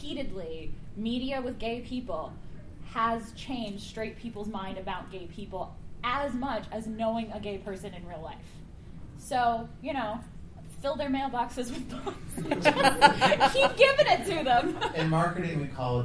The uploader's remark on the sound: Flame Con 2023 Panel